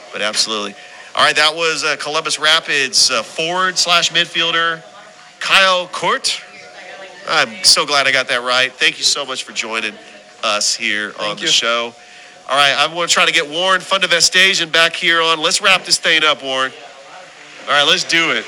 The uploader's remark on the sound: Live show at Ivy Park Sports Bar and Grill.